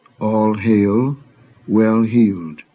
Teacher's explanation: illustrate the use of an aspirate H, as in the English compounds, all hail, well healed